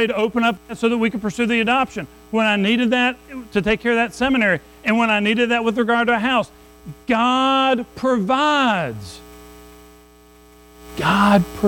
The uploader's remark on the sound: Recorded at Madison Baptist Church in Madison WV on Dec 17, 2023